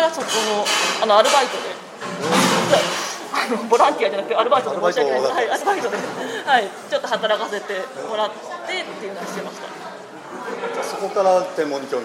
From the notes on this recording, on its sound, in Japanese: 録音場所の関係で周囲の音が大きく、聞き取りにくいところがあるかもしれませんが、ご了承ください